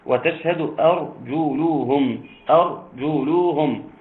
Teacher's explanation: تفخيم الراء ومد الواو اثنين او اربعه